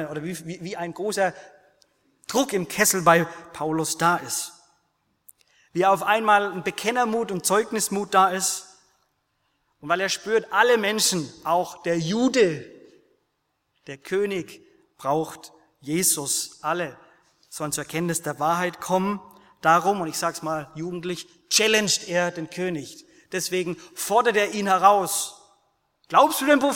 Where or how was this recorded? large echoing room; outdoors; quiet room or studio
large echoing room